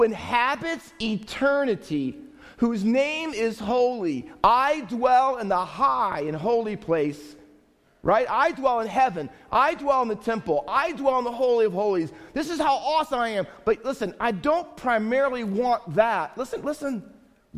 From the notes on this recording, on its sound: Faith Baptist Church in Hamilton, NJ.